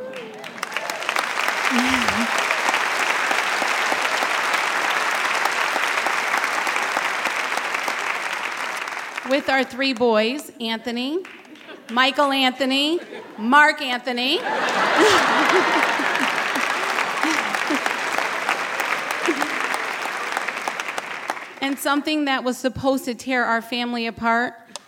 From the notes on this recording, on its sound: A special live edition of The Moth recorded at the Shubert Theatre in Boston.